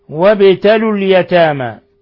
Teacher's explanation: باء ساكنة قلقل لأنها من حروف قطب جد